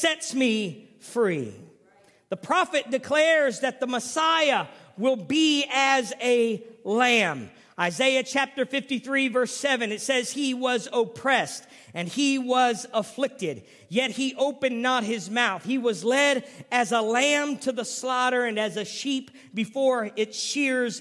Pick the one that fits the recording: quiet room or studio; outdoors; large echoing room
large echoing room